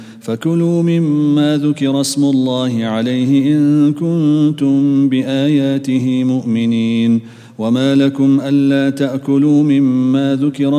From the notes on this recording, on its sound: at the Houghton Masjid (West Street)